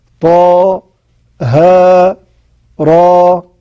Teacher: يبقى كل واحد من دول يمد بمقدار حركتين، ليس هناك سبب من المد لأن ليس بعده همزة